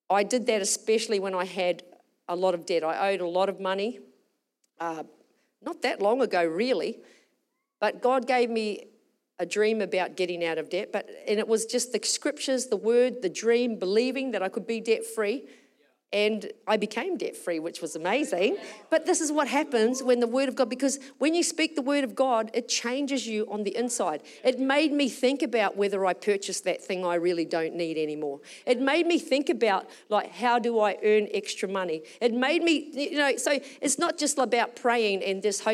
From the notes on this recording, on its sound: Recorded during our Melbourne East service on Sunday, the 18th of February 2024